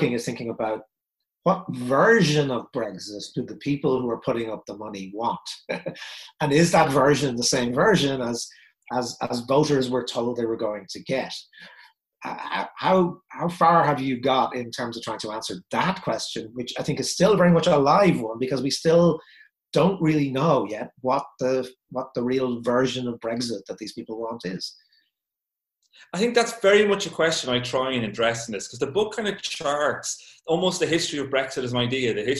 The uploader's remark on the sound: This talk was recorded at the online 5x15 event on 5th August 2020.